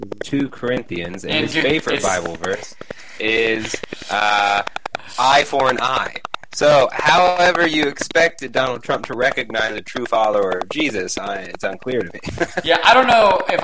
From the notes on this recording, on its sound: Once again messed up during recording and did not notice a problematic audio flaw in the recording that is resent in the majority of the episode (a constant popping sound).